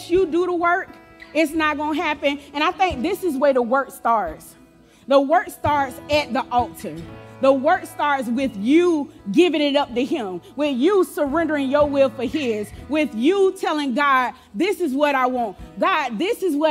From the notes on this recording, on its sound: Recorded live on December 31, 2023 at Church On The Rock